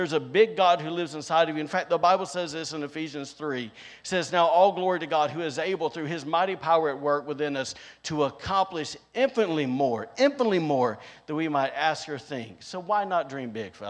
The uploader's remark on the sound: Recorded on Sunday, June 19th, 2022, during service at The Anchor Church in Rockport, Maine.